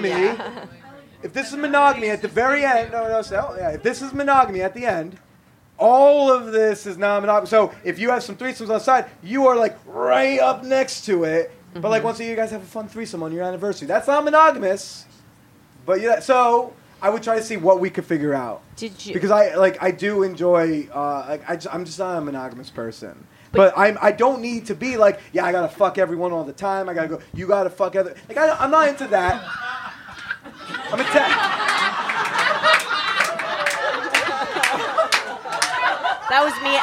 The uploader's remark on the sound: LIVE from ManwhoreCon. In front of packed house during ManwhoreCon. Recorded live at Karma Lounge in New York City’s East Village. We close this week’s show with some Q&A from the audience.